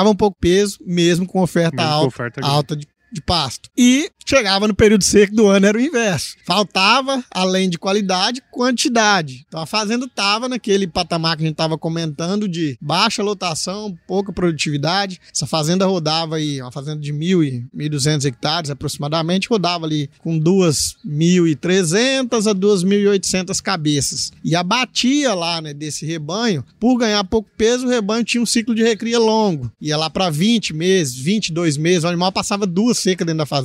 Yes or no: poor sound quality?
no